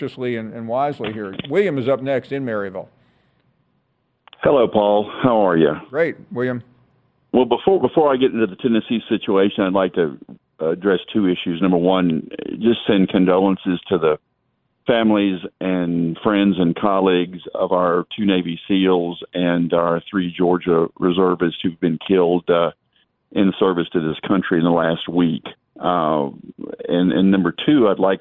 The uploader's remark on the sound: We finish up this Tuesday show with an hour of your phone calls